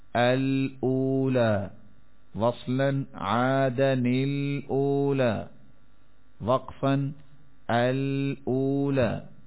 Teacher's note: حمزہ وصلی مفتوح کے ساتھ لام کو ساکن کر کے پڑھتے ہیں